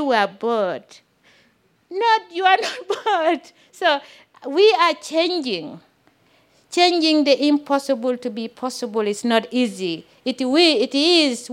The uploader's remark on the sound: This story was recorded live on 31 May 2017 at Buntport Theater in Denver, Colorado.